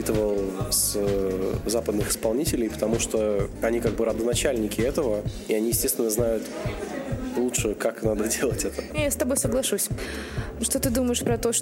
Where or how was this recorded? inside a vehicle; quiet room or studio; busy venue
busy venue